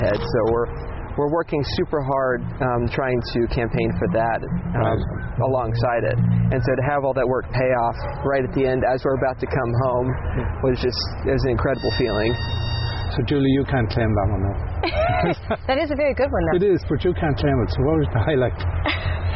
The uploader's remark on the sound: In Conversation at Goderich Celtic Roots Festival.